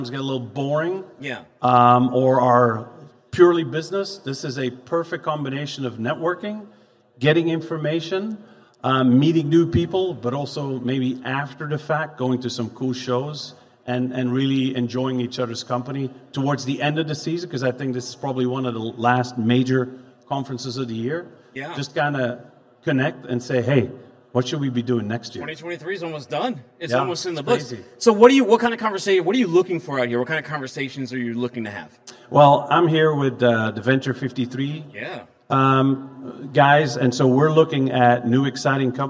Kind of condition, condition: setting, busy venue